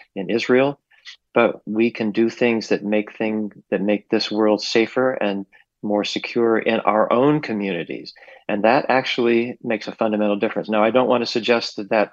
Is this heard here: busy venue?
no